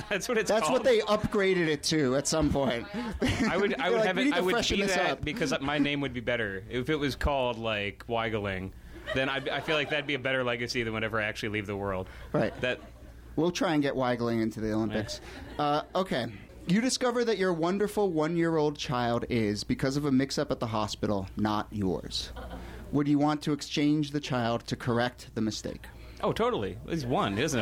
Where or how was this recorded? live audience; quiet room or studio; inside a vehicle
live audience